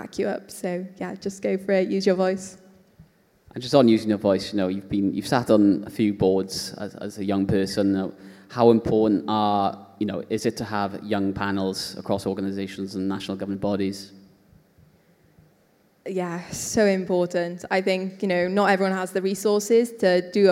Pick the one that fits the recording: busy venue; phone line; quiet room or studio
busy venue